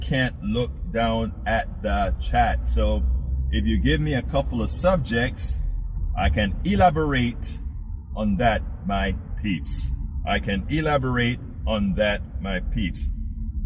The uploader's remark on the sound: Politics Done Right was delivered while driving to an important press conference.